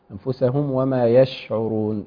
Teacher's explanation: ايضا اظهار الميم بدون سكت